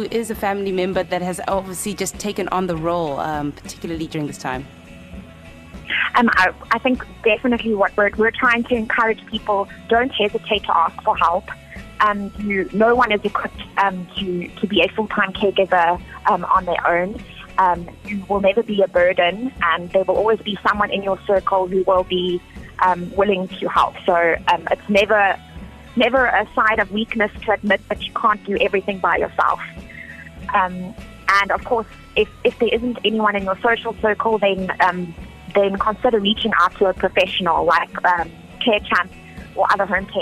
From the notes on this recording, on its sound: Carechamp (live telephonic).